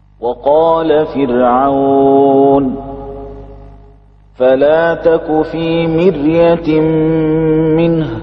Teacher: أما السبعة يتفقون على ترقيق الراء الساكنة التي قبلها كسر أصلي